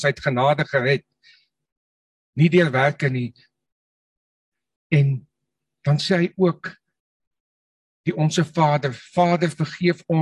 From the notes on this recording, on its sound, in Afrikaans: Manne van die Woord Zoom Byeenkoms